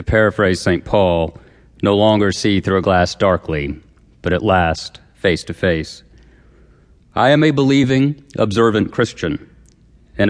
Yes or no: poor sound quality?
no